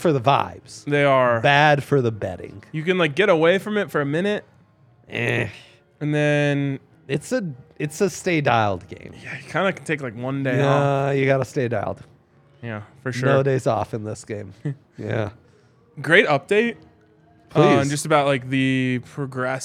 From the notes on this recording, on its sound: LIVE from the DNVR Bar